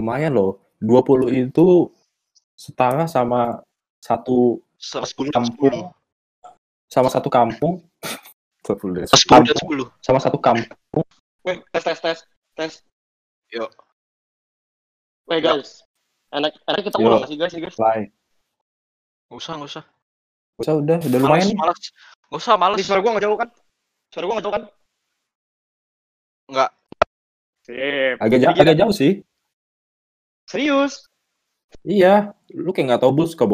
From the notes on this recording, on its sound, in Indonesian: Mohon maaf suara audio kita diawal aga patah dan aneh. Tapi ditengah-tengah udah oke kok.